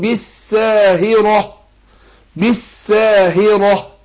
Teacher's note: الراء هنا إيه؟ مفخمة عشان مفتوحة